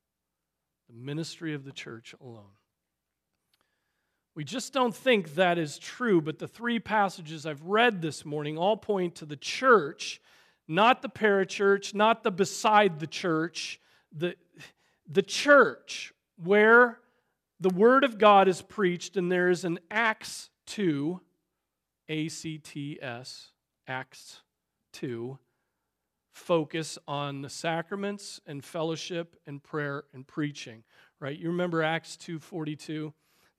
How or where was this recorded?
large echoing room